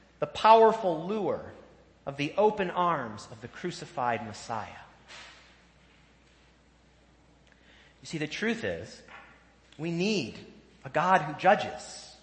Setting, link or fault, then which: setting, large echoing room